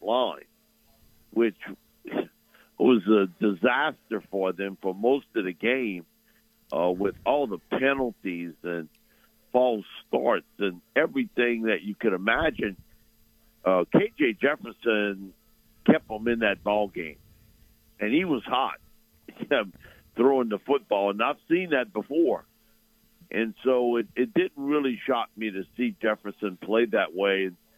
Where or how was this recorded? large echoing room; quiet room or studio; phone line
phone line